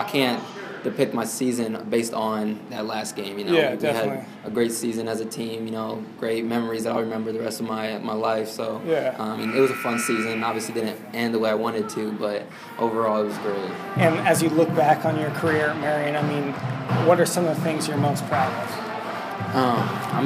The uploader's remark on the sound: Live interviews with players participating in the 2015 McDonald's Michiana All-Star Game at Bethel College